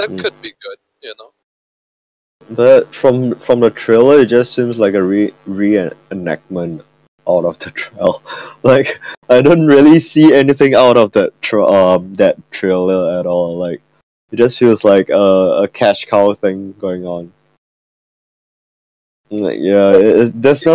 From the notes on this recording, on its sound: the outcome is pretty bad due to technical difficulties